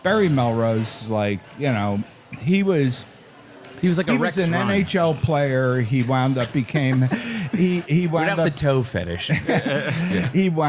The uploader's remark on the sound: This episode was recorded live in Asheville NC.